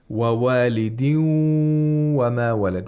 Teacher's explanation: We hold the waw nasally. · So in the idgham, the nun sakina or the nun sakina of the tanween is not pronounced. Instead, the letter after the tanween or nun sakina becomes mushaddad. · Term: ghunnah